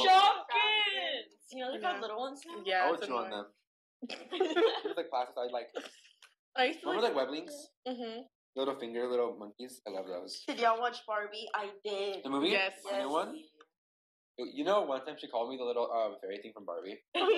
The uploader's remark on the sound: Please excuse bad audio quality im still working on it.